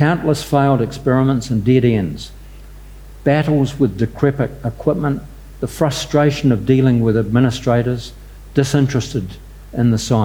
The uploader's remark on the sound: recorded during the 2022 Marlborough Book Festival